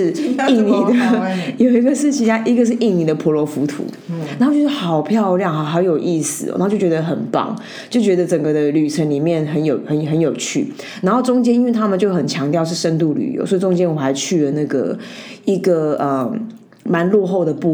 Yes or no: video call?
no